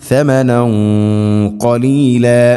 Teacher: ഖാഫ് ഇസ്തിഇലാന്റെ അക്ഷരമാണ്, സ്വരഭാരത്തിൽ ഉച്ചരിക്കേണ്ട അക്ഷരമാണ്. ഗുന്നയും അതോടൊപ്പം ശ്രദ്ധിക്കണം.